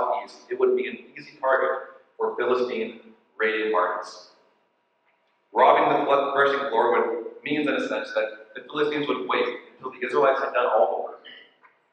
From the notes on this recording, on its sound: We apologize for the less than standard audio quality as we had to use our backup recording because of technical difficulties.